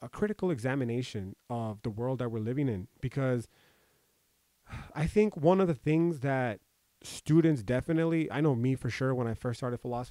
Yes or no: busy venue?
no